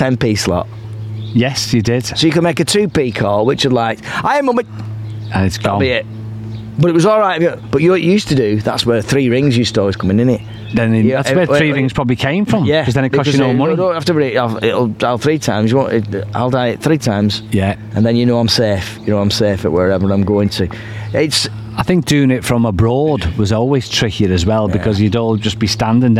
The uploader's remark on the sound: recorded outside in the scorching heat.